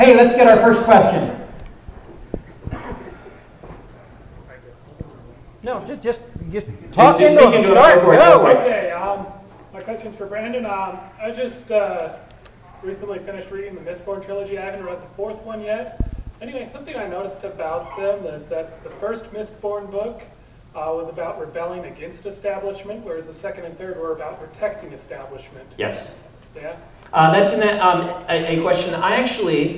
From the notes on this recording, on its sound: Q&A at UVU part 2. Recorded live at Utah Valley University, here's another Q&A episode from the LTUE Symposium!